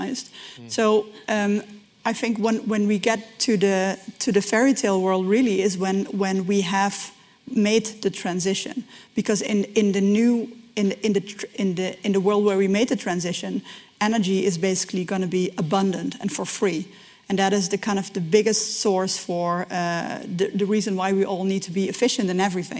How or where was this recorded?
live audience